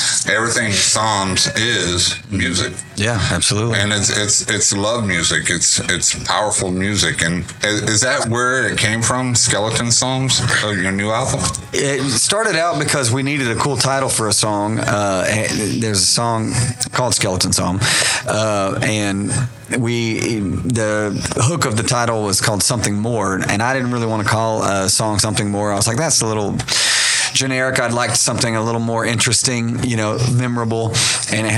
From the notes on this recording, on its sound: TODAY AT A LIVE PREFORMANCE.